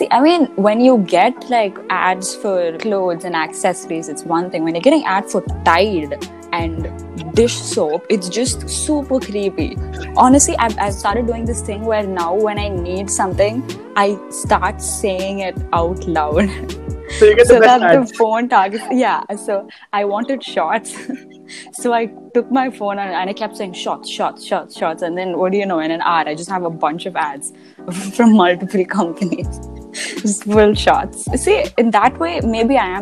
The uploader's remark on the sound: the app decided to bite me in the ass again by messing up the audio